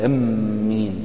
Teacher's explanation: وهناك يعني لغة أخرى وهي التشديد مع المد